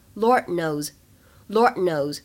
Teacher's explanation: Lord 和 knows 当中呢有一个完全失去爆破的现象